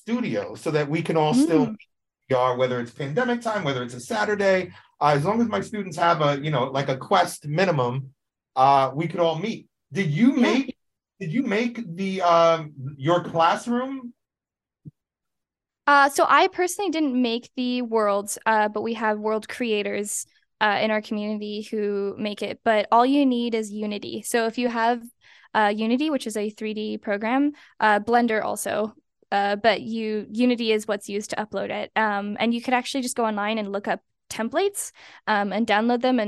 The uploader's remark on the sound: live from VR Chat